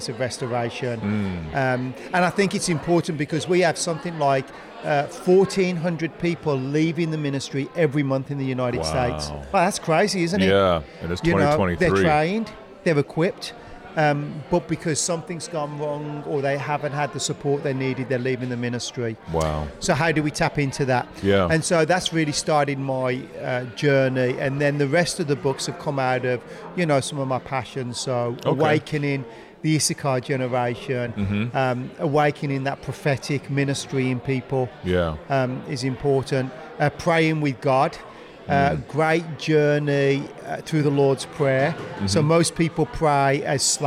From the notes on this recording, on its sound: Incredible Christian Book Fair Author Interviews. Blessed some amazing Authors with the opportunity to set up tables and sell their books. I decided to bring some recording gear and interview all of the Authors.